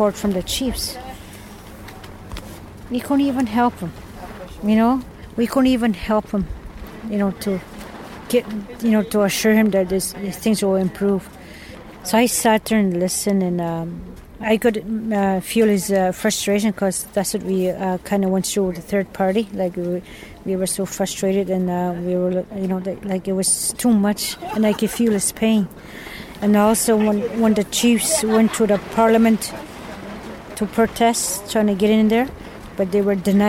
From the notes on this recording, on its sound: on location at her teepee on Victoria Island in Ottawa